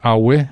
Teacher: The word for skin is awe, which is low-high